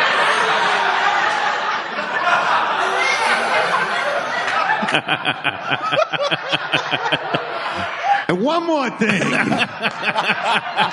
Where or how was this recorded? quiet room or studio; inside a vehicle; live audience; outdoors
live audience